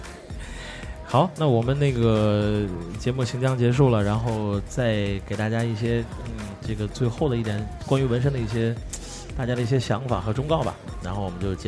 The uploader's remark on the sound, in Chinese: 在天津唐座酒吧第一次尝试现场直播的Live Show